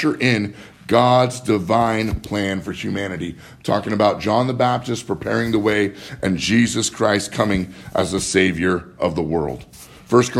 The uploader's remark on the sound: Live from Living Word Lutheran in Graham, Wa